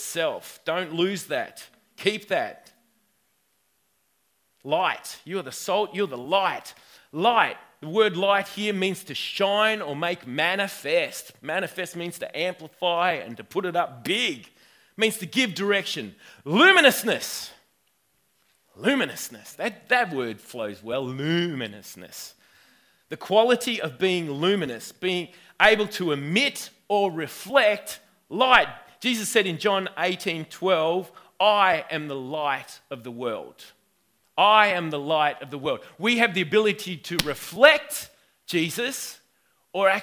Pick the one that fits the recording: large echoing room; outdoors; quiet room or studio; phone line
large echoing room